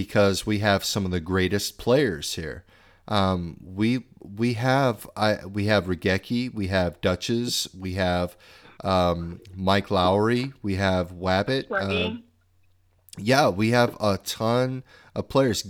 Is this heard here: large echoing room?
no